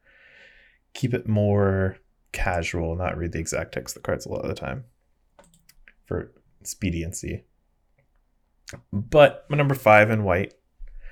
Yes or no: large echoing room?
no